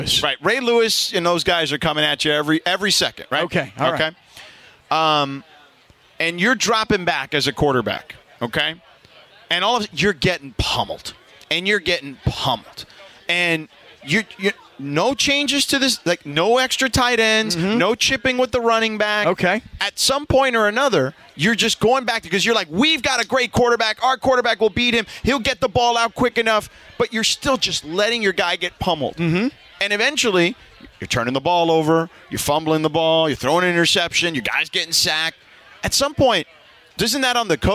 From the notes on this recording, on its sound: Live From Solitas! Down at Solita in Anaheim for Cinco de Mayo!